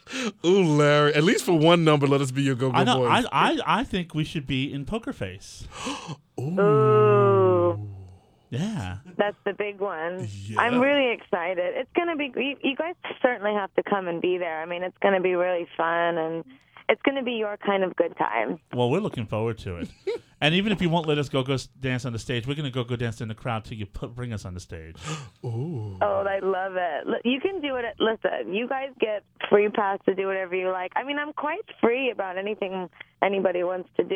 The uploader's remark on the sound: our first call in interview